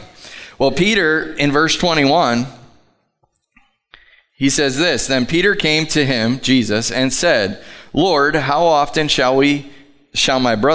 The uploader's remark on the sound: Live from The Summit Church in Dover, OH